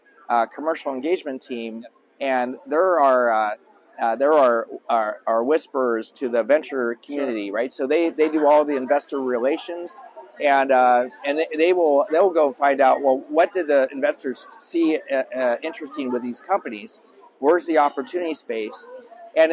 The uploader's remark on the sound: Live from RNDF22